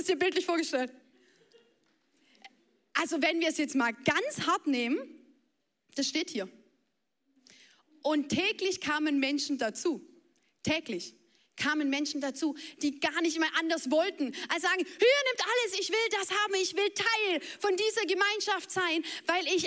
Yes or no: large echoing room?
yes